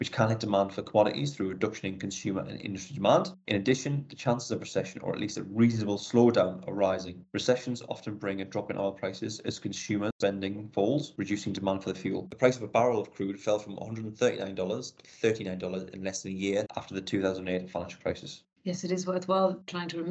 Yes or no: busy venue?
no